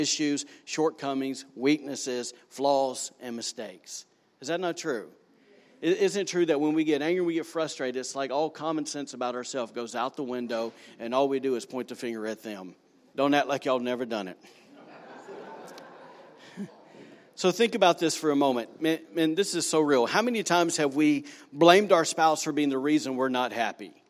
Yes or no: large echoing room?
yes